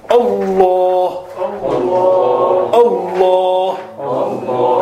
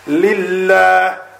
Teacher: the tongue, the back is rising towards the palate and giving that fullness in the sound while it's being pronounced · Shown in: first take · while it's coming out. · Term: full mouth